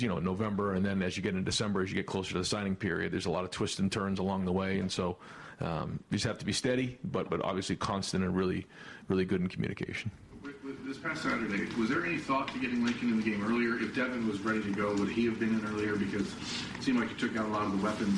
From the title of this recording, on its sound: Tuesday Press Conference